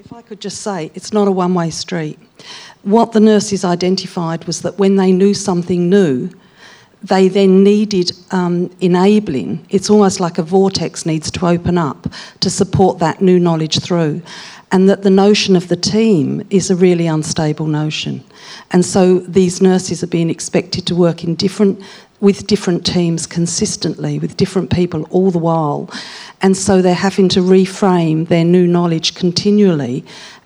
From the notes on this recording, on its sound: Melbourne. In this Policy Pitch event, a panel of experts discussed how to improve the soundness, relevance, accessibility and understanding of health data.